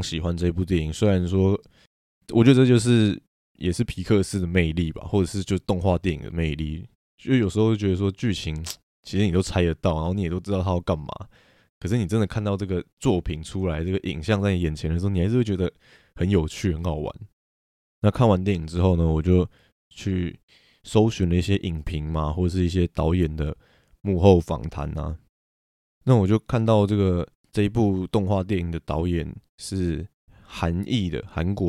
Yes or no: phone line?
no